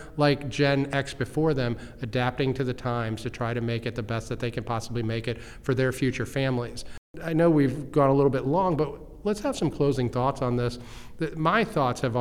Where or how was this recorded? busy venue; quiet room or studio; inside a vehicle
busy venue